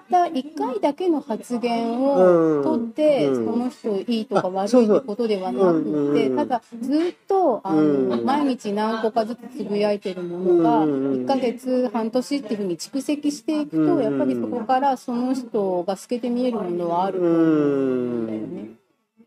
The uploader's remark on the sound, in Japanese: 外食店内の収録なので環境音が入ってお聴きづらいと思いますが